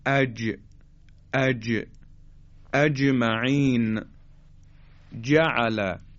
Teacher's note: حرف جیم با چسبیدن بخش جلویی به اصطلاح وسط زبان به مقابل خودش، یعنی اون قسمت شکاف دهان، تلفظ میشه. گفته میشه اج اج، اجمعین، جعل.